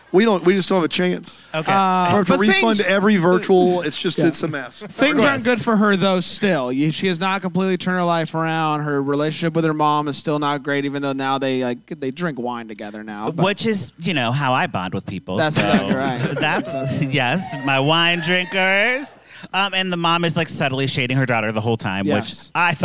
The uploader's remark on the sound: LIVE from Bramble Fest. The first ever LIVE Deck the Lifetime Uncorked.